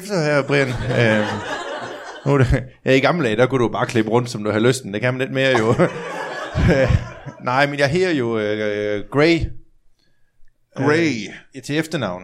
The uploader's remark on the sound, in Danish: LIVE fra Horsens